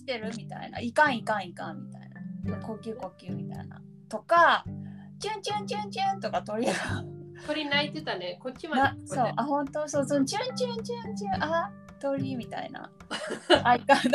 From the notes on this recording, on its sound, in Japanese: 初回のためボリューム調整もままならず、お聞き苦しい点もありますが。